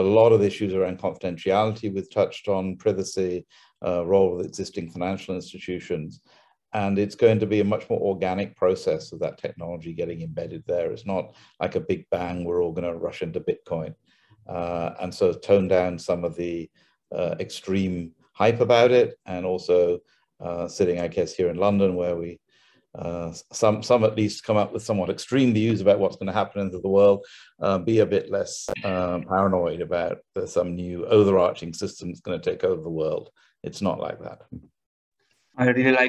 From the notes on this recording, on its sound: This public talk was conducted online via Zoom.